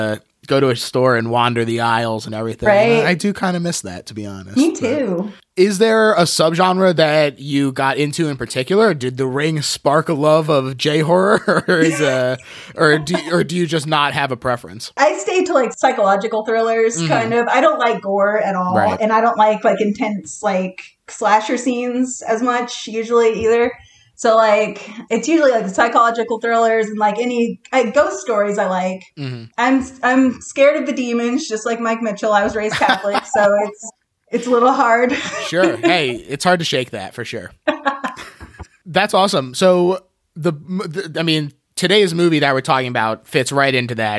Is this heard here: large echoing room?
no